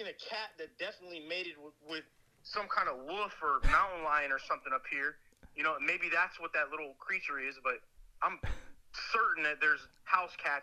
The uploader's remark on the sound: on the phone with The Fighter's Voice